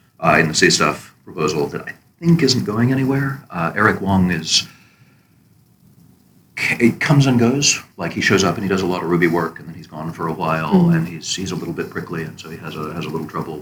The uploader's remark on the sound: live from Rubyconf 2019